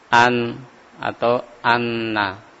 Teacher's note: Ujung lidah menempel kepada pangkal gigi seri · Term: makhrajul harfin nun